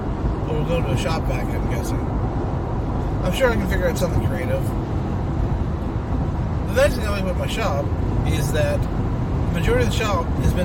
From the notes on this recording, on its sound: Special Car edition